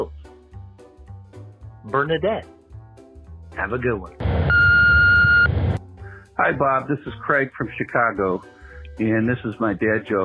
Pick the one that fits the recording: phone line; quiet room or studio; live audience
phone line